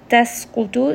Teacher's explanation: Wama, this is going to be a 2-count mad. Das qutu, seen is going to have safir, and then qaf here is heavy, and ta is also heavy